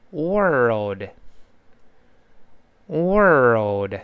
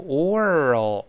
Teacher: wor 先勾舌，再发那个 o 的音